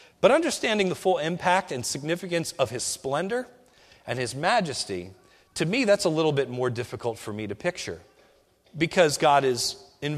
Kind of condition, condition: setting, large echoing room